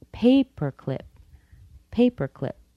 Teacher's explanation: The P-E-R on paper is still unstressed, but clip is a little bit lower than pay.